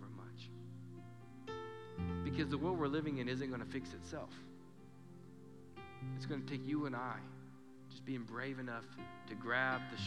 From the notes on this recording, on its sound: Recorded live during our Sunday morning service